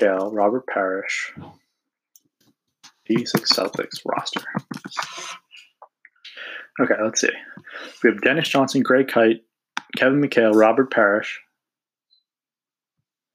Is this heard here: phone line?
no